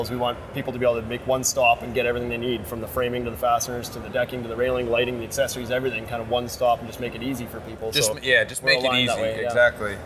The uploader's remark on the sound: Live from Las Vegas at IBS 2019